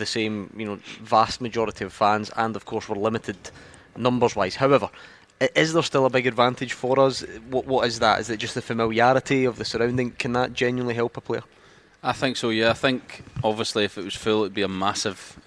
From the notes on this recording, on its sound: live from Scotland HQ at Drygate Brewery